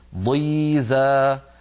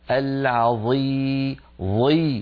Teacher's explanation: مع كون الضاء مكسورة بقيت الضاء قوية · Term: مستحق الإطباق